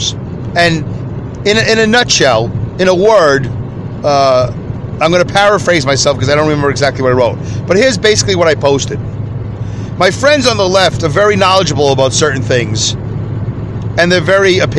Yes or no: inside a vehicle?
yes